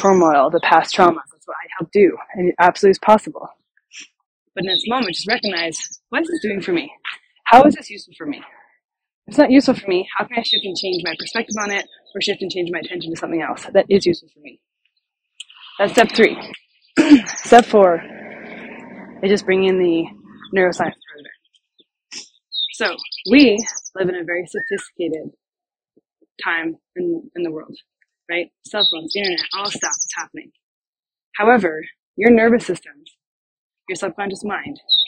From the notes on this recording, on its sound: I recorded this podcast while I was walking, and so audio quality is not optimal.